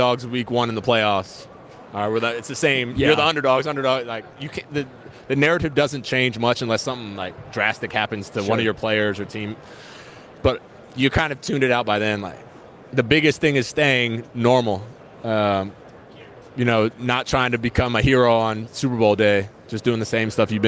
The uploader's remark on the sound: Live from Super Bowl LVIII - Day 4